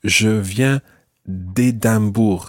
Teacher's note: What happens is that you drop the E of de